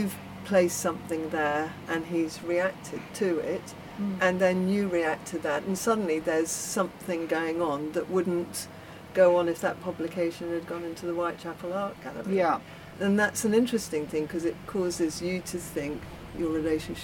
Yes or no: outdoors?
yes